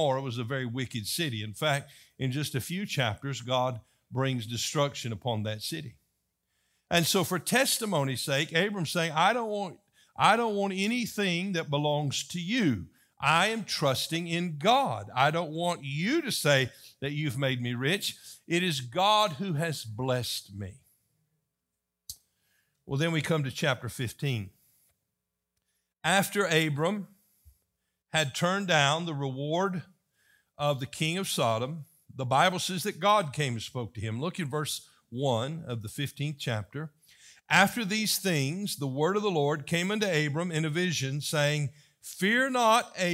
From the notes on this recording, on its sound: was delivered on October 1, 2023 during the morning service.